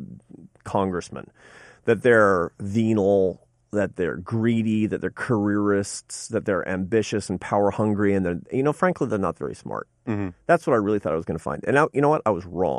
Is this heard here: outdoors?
no